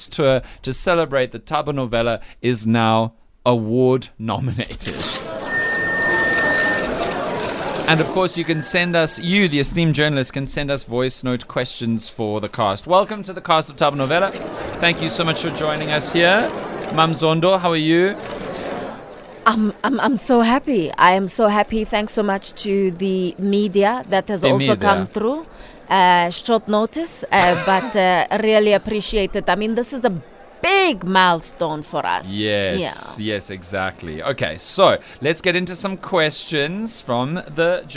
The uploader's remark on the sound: We hear from the cast at the press conference.